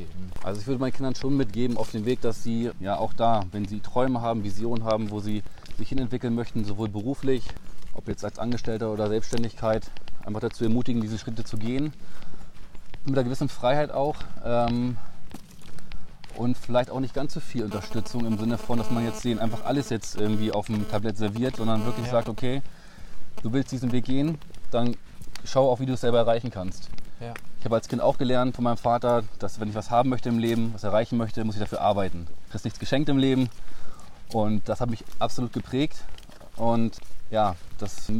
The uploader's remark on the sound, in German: Auf einen Spaziergang